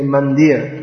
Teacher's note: actually the final A should be pronounced, but it's, in modern Hindi and in many Bengali words, it's dropped.